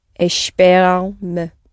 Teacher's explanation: that me will sound very, very quiet and insignificant at the end